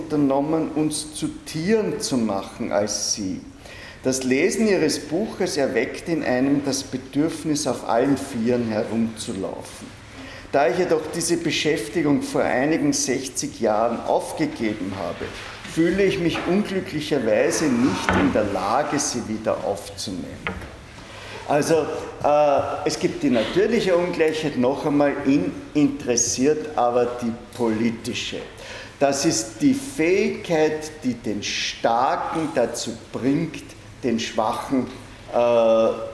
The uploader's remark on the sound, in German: Diese Vorlesung wurde von Studierenden aufgenommen